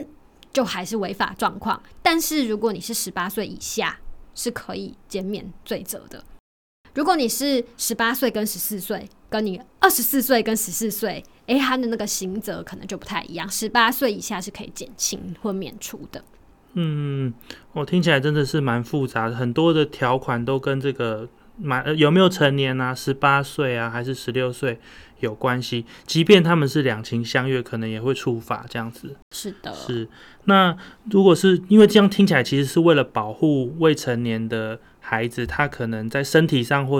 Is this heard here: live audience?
no